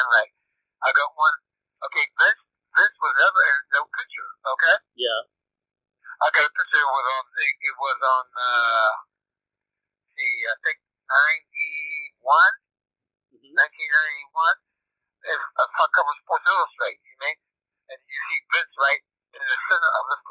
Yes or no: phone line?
yes